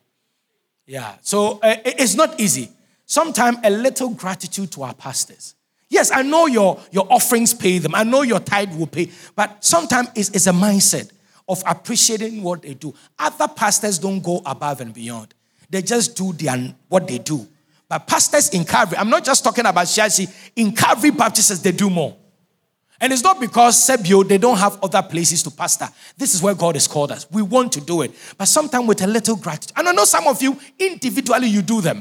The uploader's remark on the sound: Sermon preached at CBC Shiashie Campus